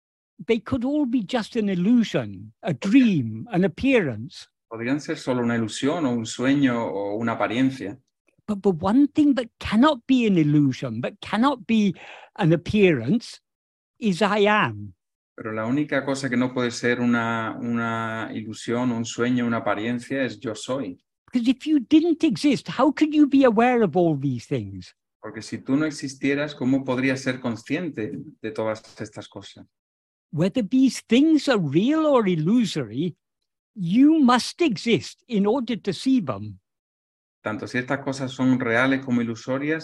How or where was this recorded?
video call